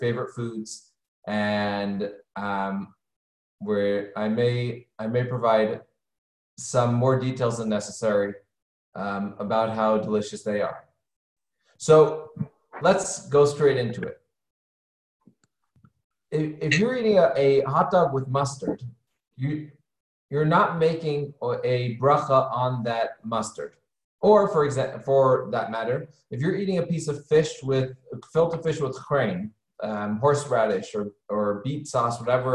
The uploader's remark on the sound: Halacha Zoom Class 5/3.